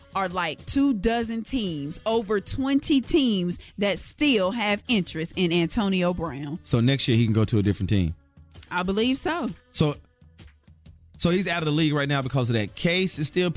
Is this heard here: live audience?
no